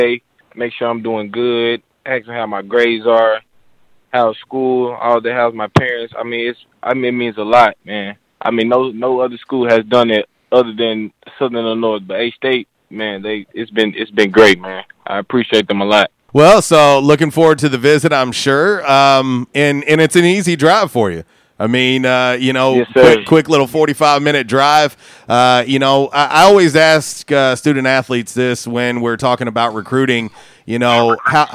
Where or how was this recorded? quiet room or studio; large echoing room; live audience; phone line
phone line